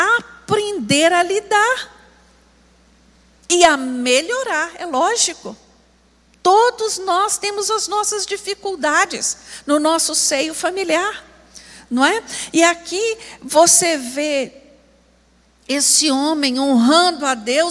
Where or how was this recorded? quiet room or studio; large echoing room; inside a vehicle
large echoing room